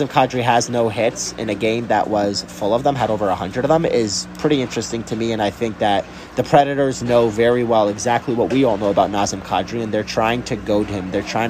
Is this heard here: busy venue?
yes